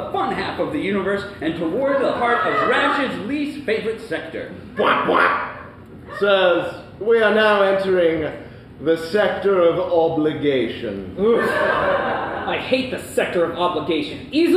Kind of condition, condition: setting, live audience